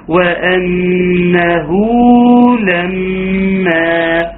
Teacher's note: وأنه نون مشددة تغني بمقدار حركتين · Term: غنة